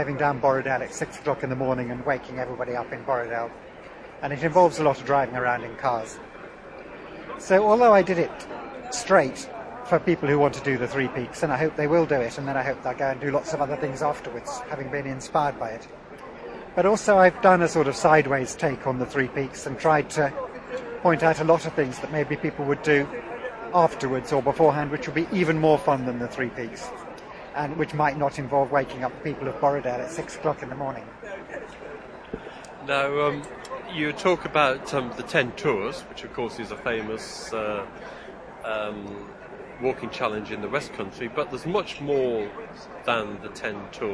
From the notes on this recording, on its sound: The recent Outdoors Show at Birmingham’s National Exhibition Centre gave us an ideal opportunity to catch up with old friends who we normally speak with over scratchy telephone lines.